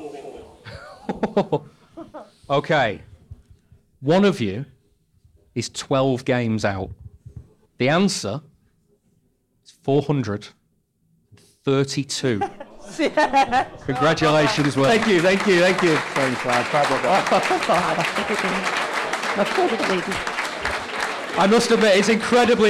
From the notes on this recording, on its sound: Let Me Talk live show! They take questions from the audience. Two audience members go head-to-head to win a signed Erling Haaland shirt.